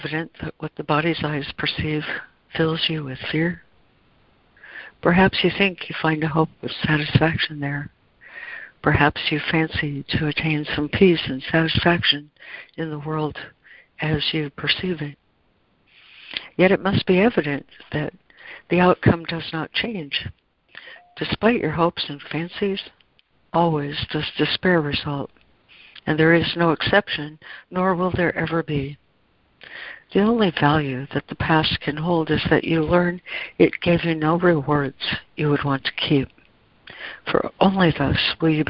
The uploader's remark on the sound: ACIM Daily Conference Call